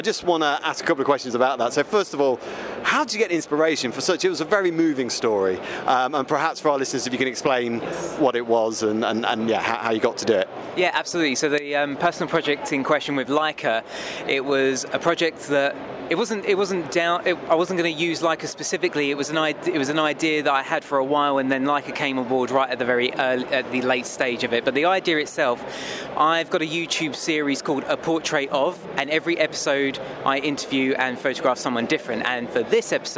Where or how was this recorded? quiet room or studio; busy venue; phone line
busy venue